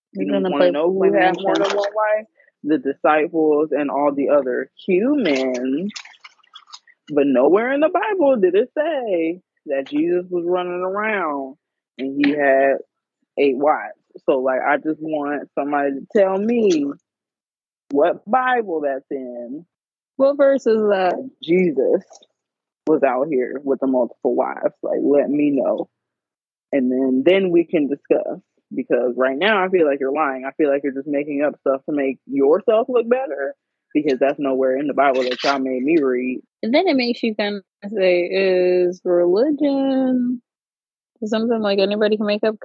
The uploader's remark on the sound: Today you get to sit on the phone. We got to squeeze in some FaceTime.